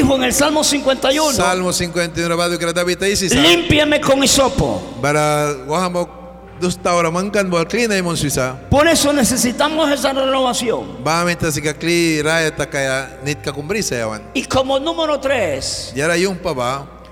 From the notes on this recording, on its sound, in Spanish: mensaje en vivo desde la iglesia Torre Fuerte en Bilwi, Puerto Cabezas